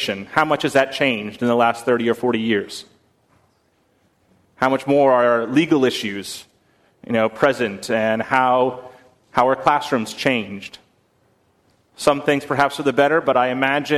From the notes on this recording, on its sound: on November 10, 2019 at First Congregational Church of Houston